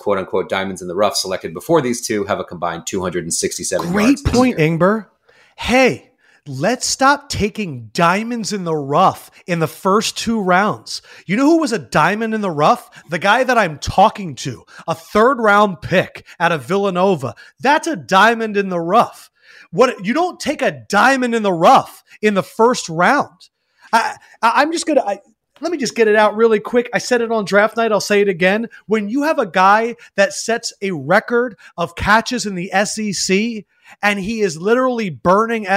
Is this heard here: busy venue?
no